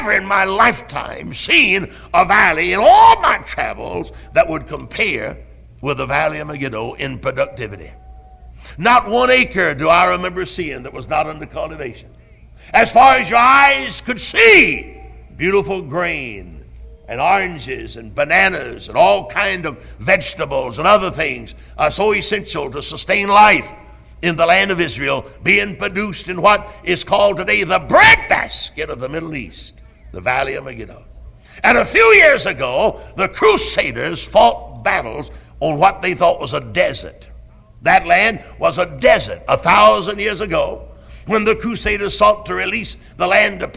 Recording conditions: large echoing room